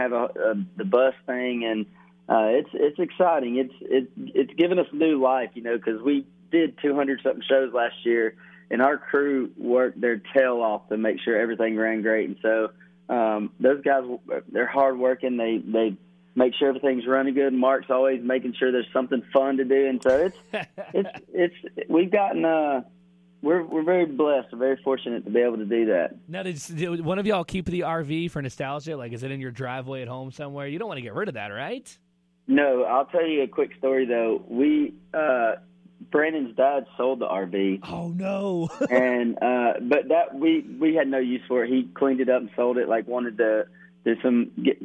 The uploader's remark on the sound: called